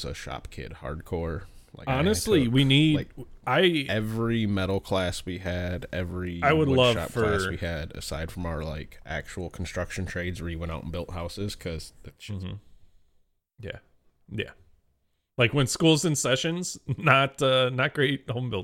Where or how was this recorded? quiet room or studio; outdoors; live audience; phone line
quiet room or studio